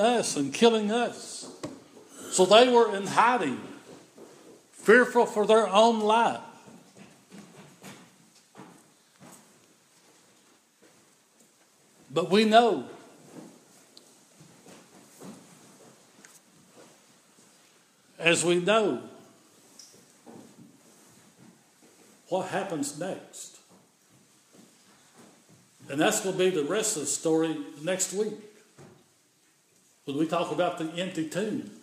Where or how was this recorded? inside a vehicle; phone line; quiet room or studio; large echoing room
large echoing room